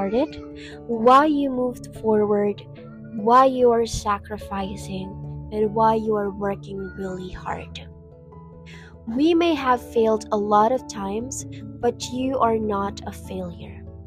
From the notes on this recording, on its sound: Sorry for the background noises guys